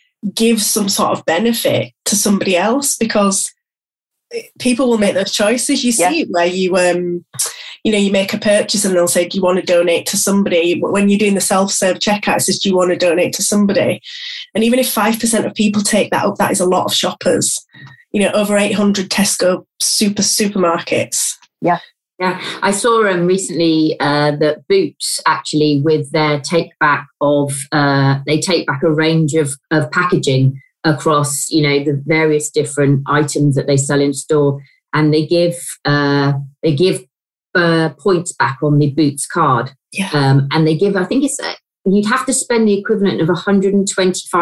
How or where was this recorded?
video call